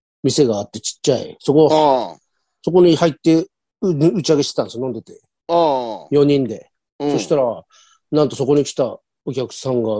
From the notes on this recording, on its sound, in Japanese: ZOOMで収録